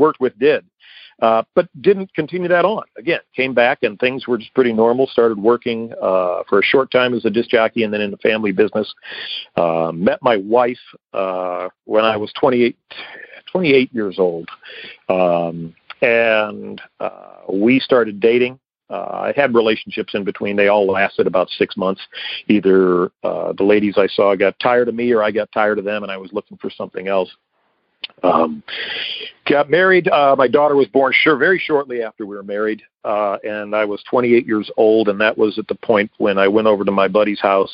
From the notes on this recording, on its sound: Akron OH. Noon Phone Speaker Meeting.